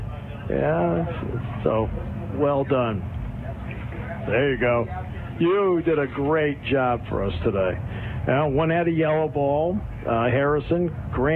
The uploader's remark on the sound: Live at the Purdy Golf Tournament. Live at the Greater Susquehanna Valley YMCA Purdy Golf Tournament with live coverage.